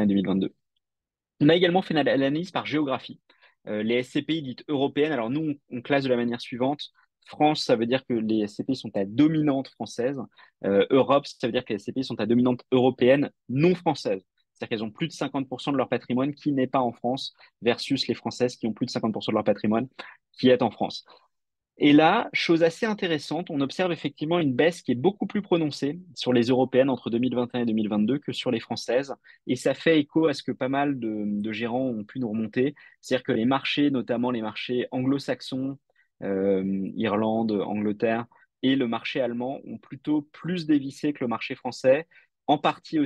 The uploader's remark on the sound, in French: Retranscription audio de notre Webinar.